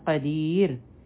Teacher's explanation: دا را به نری ویلی کیږي ځکه چې د دې نه مخکې یا چې ده هغه سکون والا ده، دا مد عارض د سکون دی.